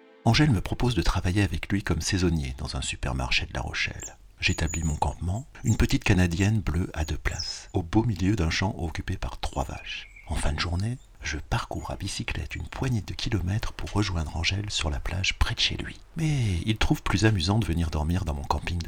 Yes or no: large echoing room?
no